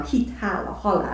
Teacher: szinte akadály nélkül képződik a szájüregben, a mással hangzóság és a magánhangzóság határán · Term: H-hang